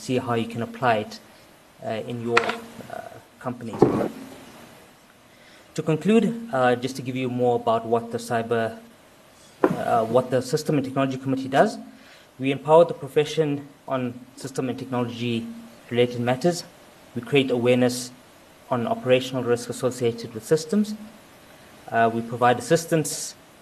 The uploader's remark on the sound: Held at Auditorium, 1 Mutual Place, Sandton on 9 October 2019 from 16:30 - 17:30